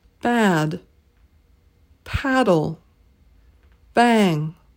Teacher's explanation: this is one of the most open vowel sounds in Canadian English · IPA: /ae/